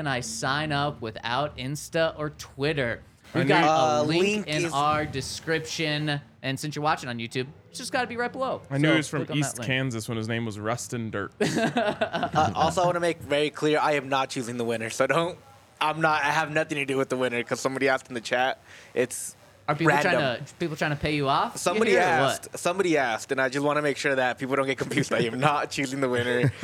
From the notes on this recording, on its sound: coming to you LIVE from the DNVR Bar